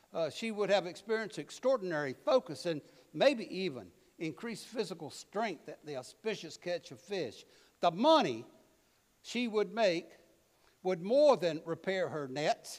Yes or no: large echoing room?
yes